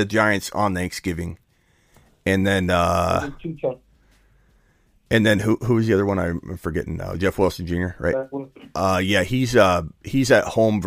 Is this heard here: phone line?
yes